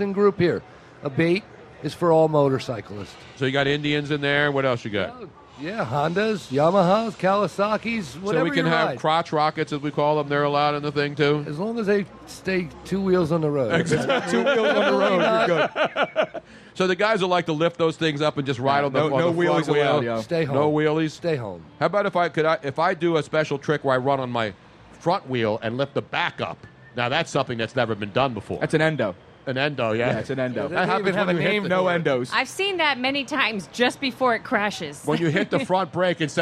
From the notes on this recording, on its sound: LIVE from the Original Tony Luke's in Sphilly for an A.B.A.T.E. MarineCorp, ToysForTots Event.